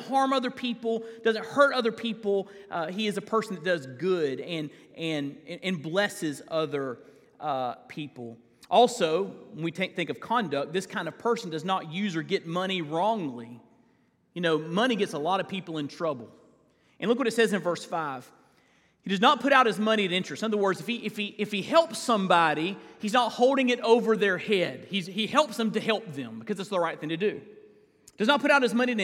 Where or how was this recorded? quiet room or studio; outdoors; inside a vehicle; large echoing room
large echoing room